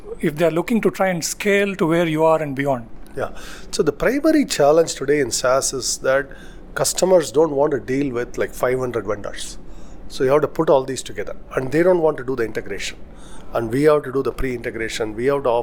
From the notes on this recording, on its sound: Speaking with Forbes India at the company’s annual Zoholics conference. In Bengaluru.